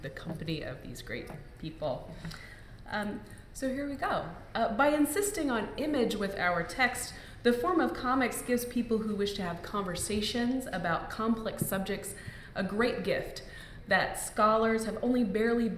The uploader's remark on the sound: Live at AAR 2017